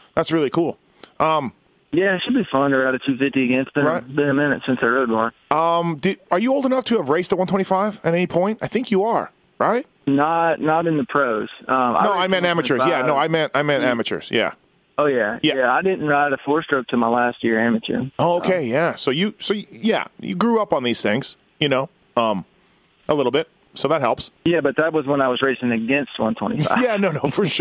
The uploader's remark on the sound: on the phone